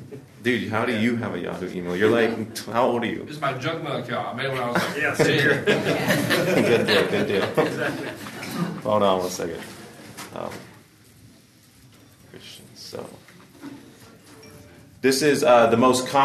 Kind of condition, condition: setting, busy venue